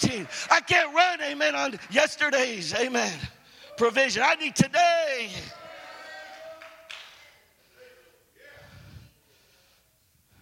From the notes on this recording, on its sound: Preached at "Fan the Flame" conference in Houston, TX 2017.